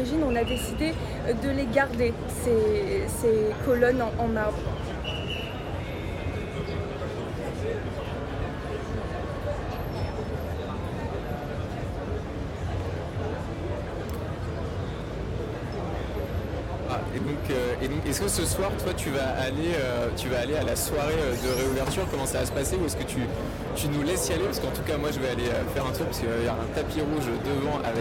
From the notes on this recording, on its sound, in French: en direct de la Croisette